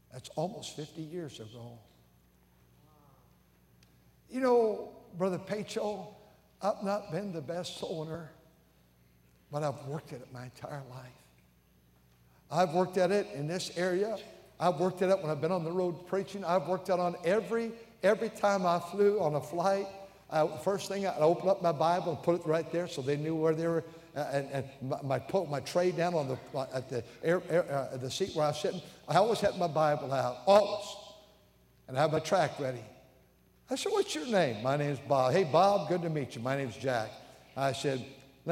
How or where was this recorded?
large echoing room